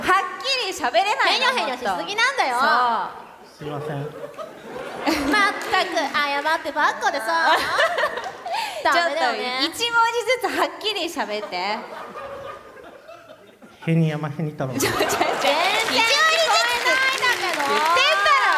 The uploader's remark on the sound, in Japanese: イベント公開収録